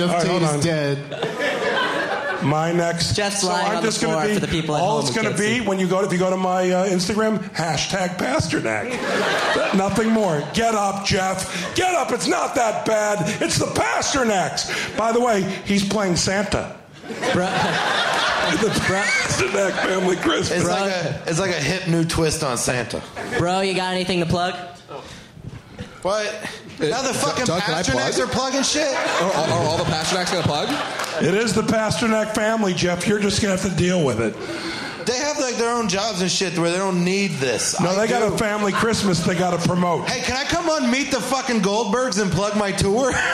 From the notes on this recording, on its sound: Live from the Traverse City Film Festival.